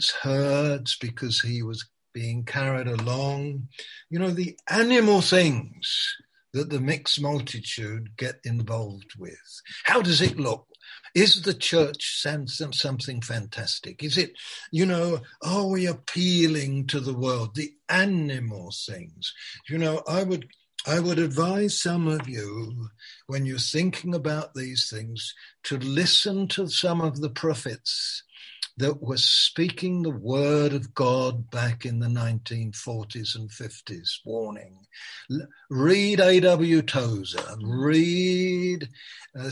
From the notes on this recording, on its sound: Malaysia Meets (Zoom).